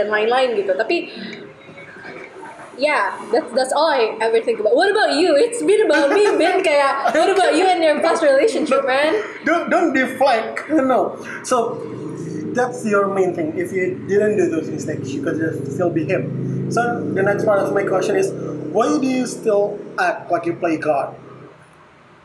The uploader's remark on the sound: Recorded live on a cafe so im so sorry about the quality.